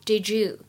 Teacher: did 和 you 当中呢有一个音的同化的现象，就会读成 didyou，有一些偏向之的感觉